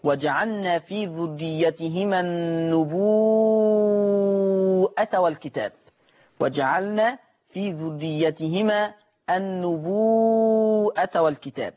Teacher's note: فتمد الواو أيضا مدا مشبعا، فتصير من قبيل المتصل